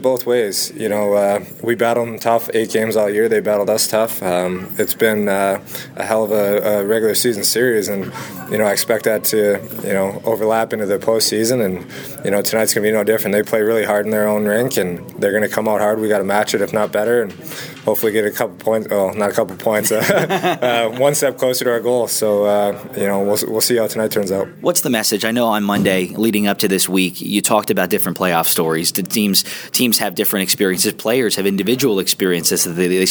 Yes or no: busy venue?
yes